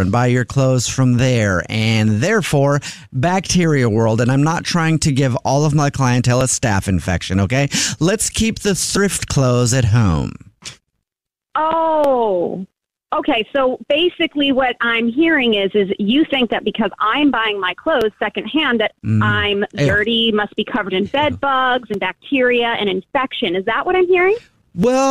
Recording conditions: phone line